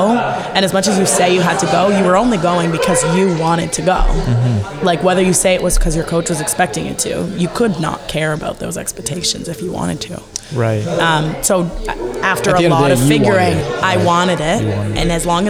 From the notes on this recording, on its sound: This podcast taped live at an event hosted by lululemon.